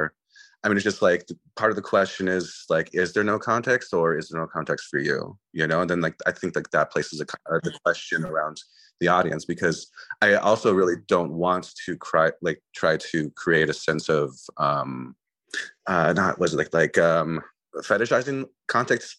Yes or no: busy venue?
no